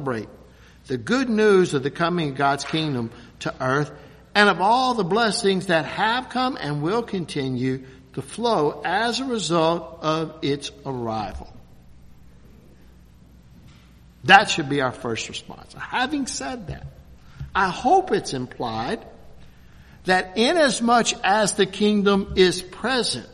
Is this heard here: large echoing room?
yes